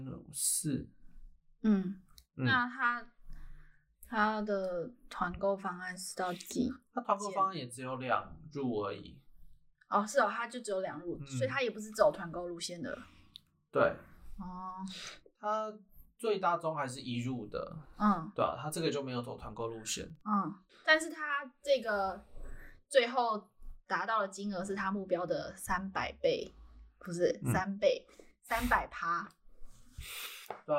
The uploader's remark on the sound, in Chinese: 這次測試了新的錄音軟體，不熟悉設定導致音質變更差，大家請見諒